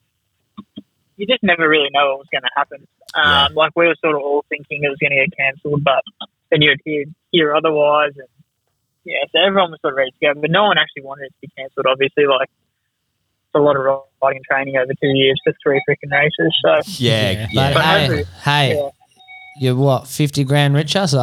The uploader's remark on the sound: CALL IN FOR A CHAT!